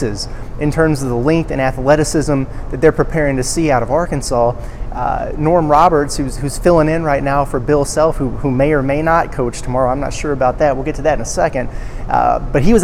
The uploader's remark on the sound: from Wells Fargo Arena in Des Moines for a live preview